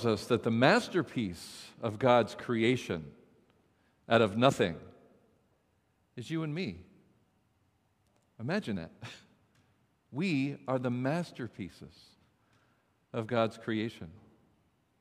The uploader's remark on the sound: This message was first preached on January 30th 2022 at Linglestown Life Church in Harrisburg PA.